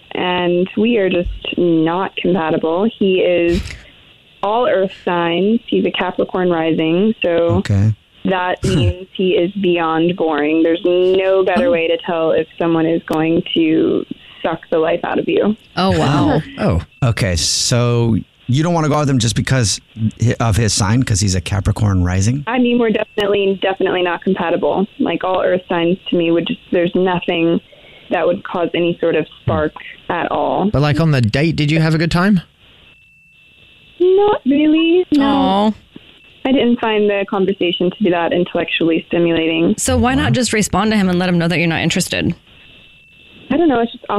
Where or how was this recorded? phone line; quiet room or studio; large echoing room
phone line